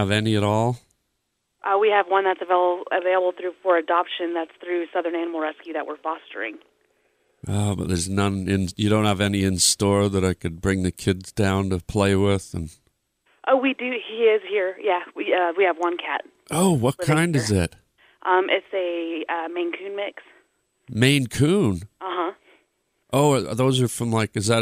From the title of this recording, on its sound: PRANK CALL CAT SHOP